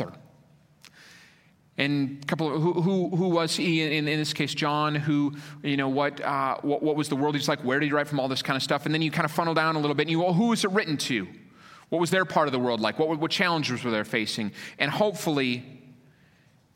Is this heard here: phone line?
no